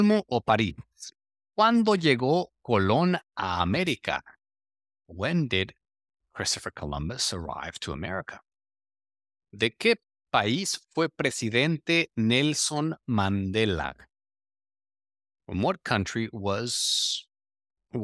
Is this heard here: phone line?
no